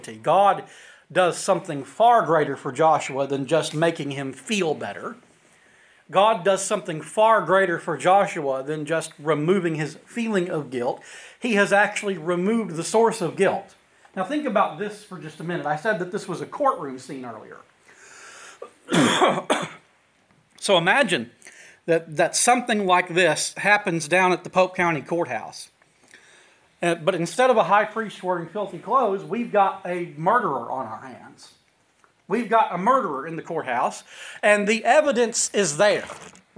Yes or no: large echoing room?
yes